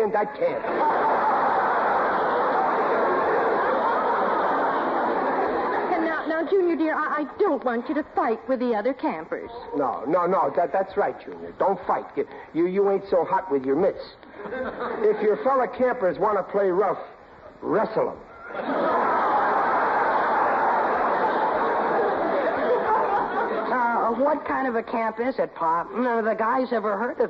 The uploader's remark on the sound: The program was broadcast live with a studio audience. Howls of laughter and applause from surprised audience members.